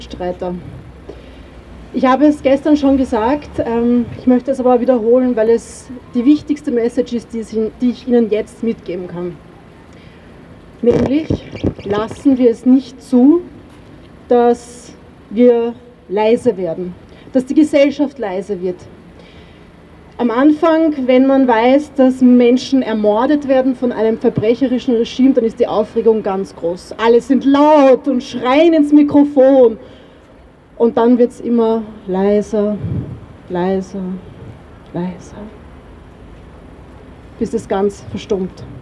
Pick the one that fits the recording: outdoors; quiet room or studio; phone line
outdoors